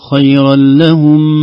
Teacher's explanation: لما وقفت على خيرا لهم زاد زمن الميم كأنها مشددة، قلت خيرا لهم، لا خيرا لهم هم فقط، قلها مرة ثانية لكان خيرا لهم، لكان خيرا لهم بس.